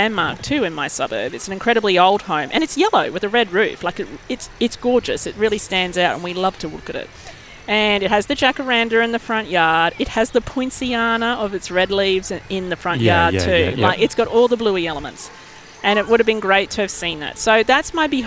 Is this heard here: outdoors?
yes